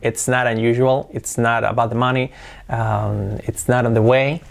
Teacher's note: la T como una R suave